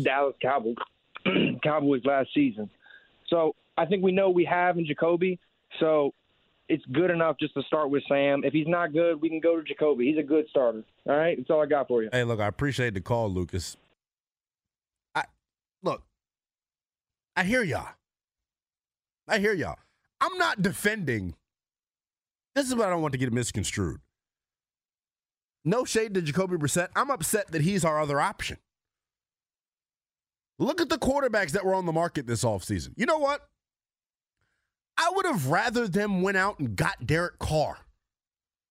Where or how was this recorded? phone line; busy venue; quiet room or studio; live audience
phone line